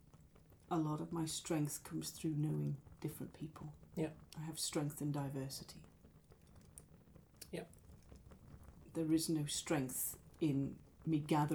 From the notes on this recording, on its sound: Background fire ambience